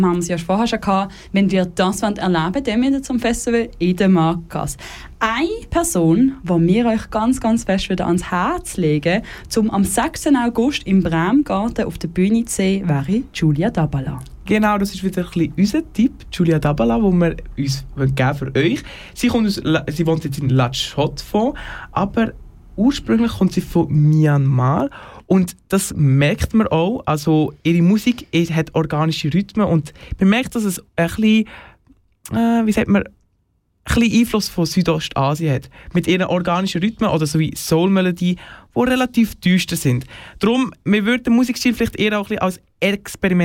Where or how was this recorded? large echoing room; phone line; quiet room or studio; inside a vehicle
quiet room or studio